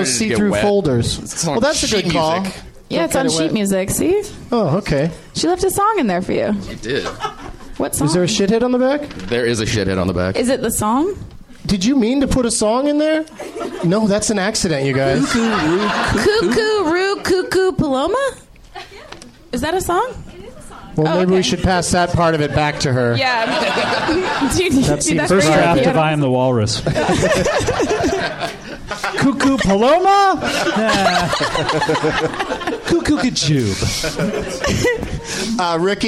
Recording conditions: live audience